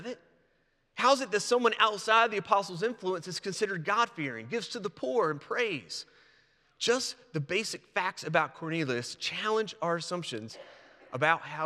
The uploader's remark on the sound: presented by Asbury Seminary Kentucky Chapel, recorded on Wednesday, January 10, 2024 at Asbury Theological Seminary's Kentucky campus